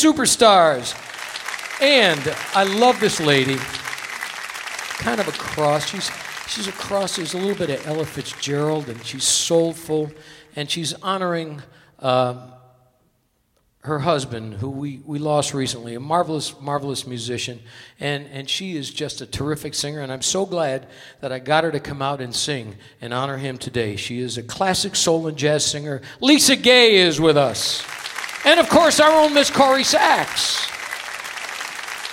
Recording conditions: live audience